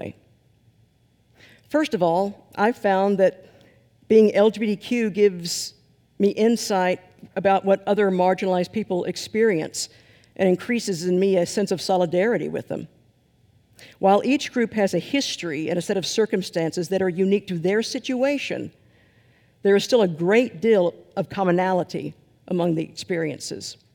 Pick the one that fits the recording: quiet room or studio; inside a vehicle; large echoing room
large echoing room